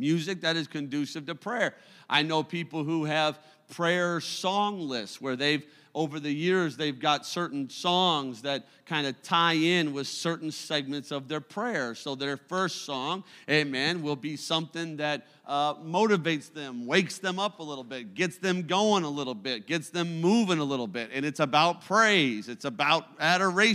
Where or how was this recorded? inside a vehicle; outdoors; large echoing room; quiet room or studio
large echoing room